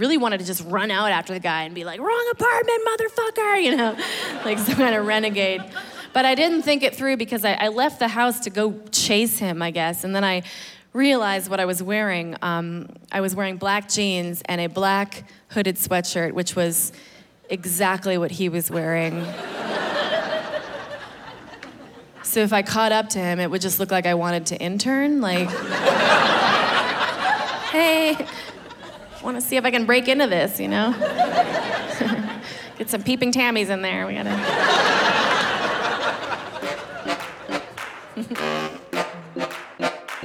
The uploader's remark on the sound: hour long special taped at the Gothic Theater in Denver, CO.